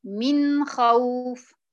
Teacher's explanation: المرتبة الثالثة طبعًا هي أدنى الحلق اللي هي الغين والخاء، بتكون النون أقل ظهورًا من قبل، يعني أقل الظهور بيكون للنون عند الغين والخاء